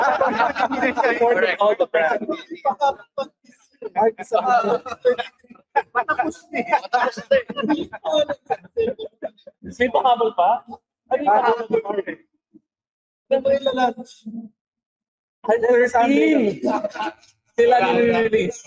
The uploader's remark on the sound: Live from the BMW Xmas party